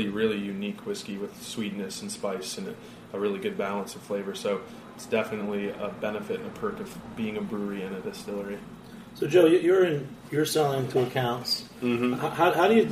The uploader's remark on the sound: On location at Jimmy’s 43 in the East Village for a special Cider Week edition of Beer Sessions Radio.